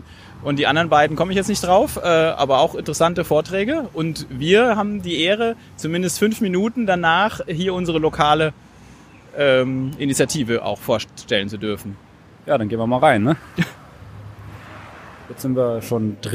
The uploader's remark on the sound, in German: Hatte bei seinem Besuch in Frankfurt unser Aufnahmegerät dabei und so folgen nach der Verabschiedung noch ein paar O-Töne aus Frankfurt.